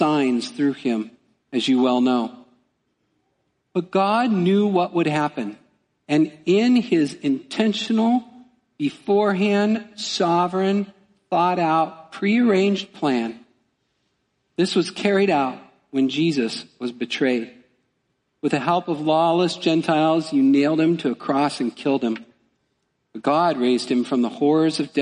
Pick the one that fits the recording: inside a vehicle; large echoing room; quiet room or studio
large echoing room